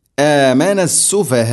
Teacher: മദ്ദ് മുത്തസിൽ വാജിബാണ്, നിർബന്ധമായിട്ടും നാലോ അഞ്ചോ ഹർക്കത്തിൻ്റെ ഖദറിൽ നീട്ടണം.